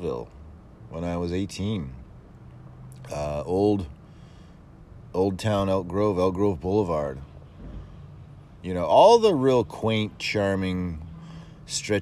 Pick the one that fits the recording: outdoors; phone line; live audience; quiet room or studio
outdoors